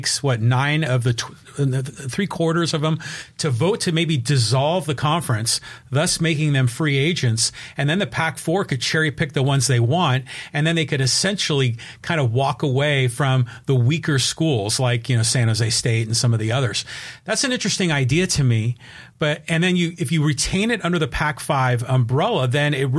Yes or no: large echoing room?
no